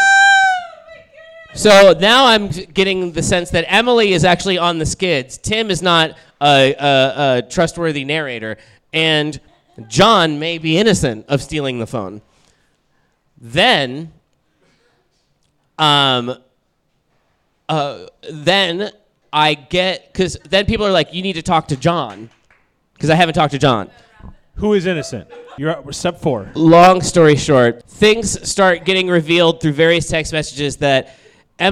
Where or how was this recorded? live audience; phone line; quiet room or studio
live audience